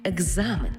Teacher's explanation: Тому слово написано через «к» і «з», а в транскрипції і у вимові будемо чути «г» і «з» – екзамен, тобто дзвінкий плюс дзвінкий.